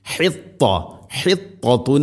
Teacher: ത ഉച്ചരിക്കുമ്പോൾ നാവിൻ്റെ മധ്യഭാഗം അണ്ണാക്കിലേക്ക് ചേർന്ന് നിൽക്കണം · Term: ഇത്തുബാക്ക്